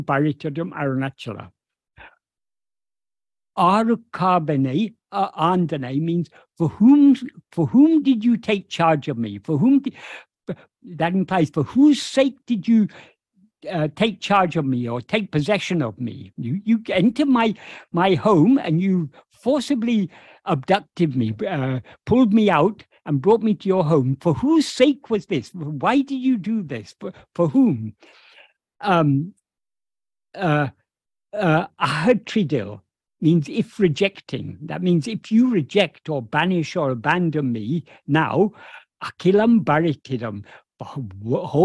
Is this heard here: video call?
yes